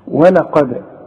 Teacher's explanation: القاف هي المفخمة، ولقد والدال هنرققها